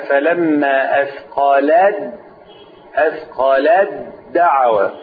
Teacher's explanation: التاء والدال مخرجهما إيه واحد كلاهما يخرج من طرف اللسان مع أصول الثنايا · Term: أضغمت